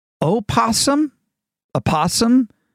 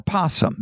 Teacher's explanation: pronounced with its first syllable either voiced or silent